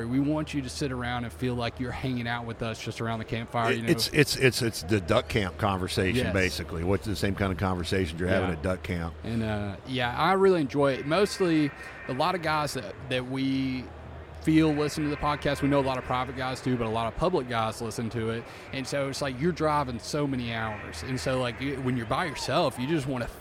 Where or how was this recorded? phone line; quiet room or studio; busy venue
busy venue